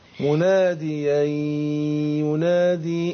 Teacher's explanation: احنا عايزين نحرص على ايه ناخد من الغنة حركتين